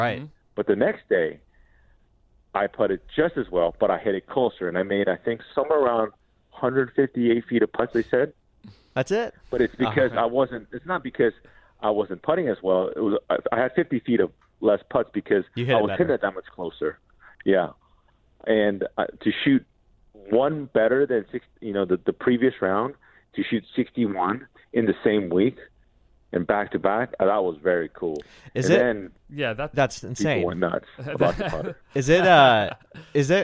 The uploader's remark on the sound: Calls From Vegas